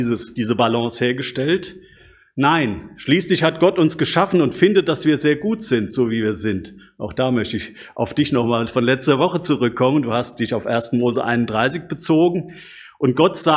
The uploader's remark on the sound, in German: Predigt aus dem Gottesdienst